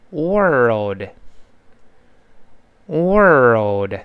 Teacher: 美式发音呢，前面欧二只不过加了一个卷舌音